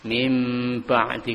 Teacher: Nah, dibaca dengan kolab, diganti huruf nun sukunnya dengan mim sehingga mudah untuk kita kemudian masuk ke huruf ba-nya. mim ba'di, karena berdekatan makhrajnya.